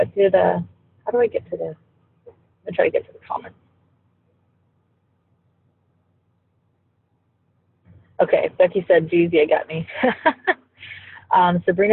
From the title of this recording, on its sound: Recorded from the Car!!! (Sketchy Audio Quality)